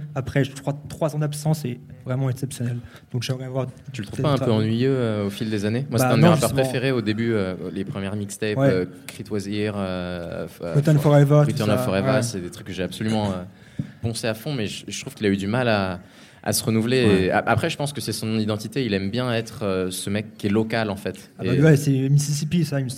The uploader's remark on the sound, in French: Enregistré le 19 juillet 2018 à Le Sucre (50 quai Rambaud, 69002 Lyon)